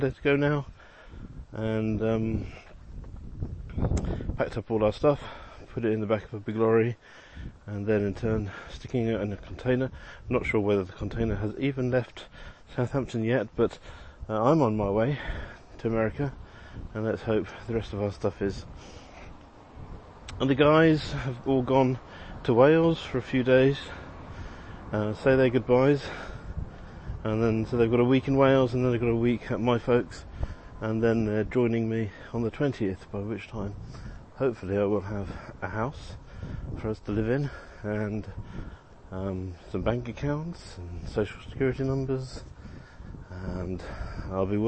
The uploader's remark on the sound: Walking around Keflavik. Often recorded on the move as I'm traveling.